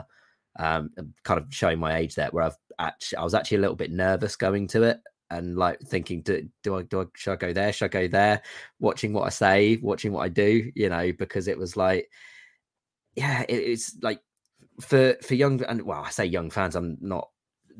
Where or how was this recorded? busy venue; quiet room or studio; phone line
quiet room or studio